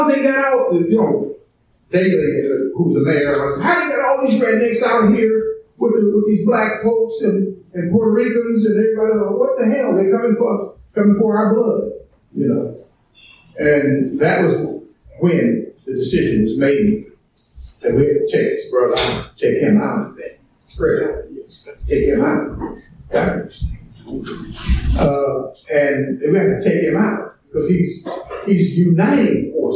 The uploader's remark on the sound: An audio recording from the recent Another Carolina Anarchist Bookfair in so-called Asheville, North Carolina. An audio recording from the recent Another Carolina Anarchist Bookfair in so-called Asheville, North Carolina.